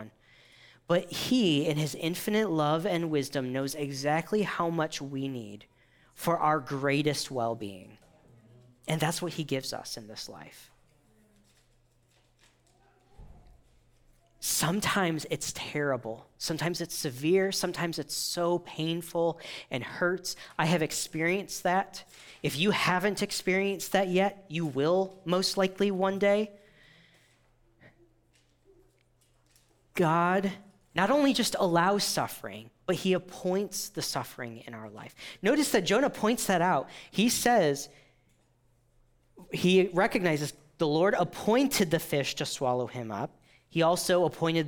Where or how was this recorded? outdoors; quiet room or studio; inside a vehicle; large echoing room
large echoing room